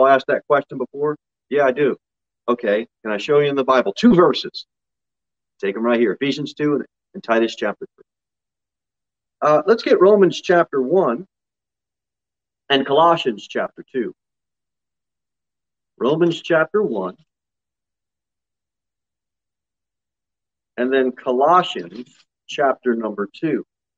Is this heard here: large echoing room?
yes